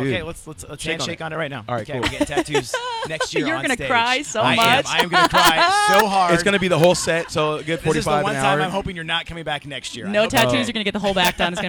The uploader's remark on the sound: The Mix is live backstage at Lollapalooza 2023!